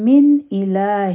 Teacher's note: د نون ساکن نه پس حمزه راغی، نو دلته به اظهار کو. او په لام باندې الف مقصوره دی الهن، نو دا به هم بهر کارا کاغو.